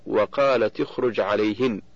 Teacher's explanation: فتاء التأنيث في وقالت ساكنة التقت بالخاء من اخرج وهي ساكنة ايضا، فحركت التاء بالكسر للتخلص من التقاء الساكنين · Term: التخلص من التقاء الساكنين